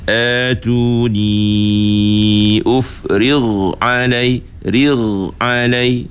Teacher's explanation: Sebab ghain huruf rakhawah. Jadi huruf rakhawah kita kena hidupkan suara kita. · Term: sifat rakhawah